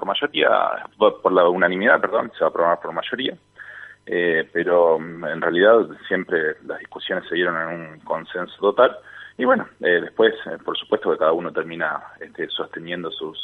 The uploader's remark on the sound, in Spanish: Entrevista telefónica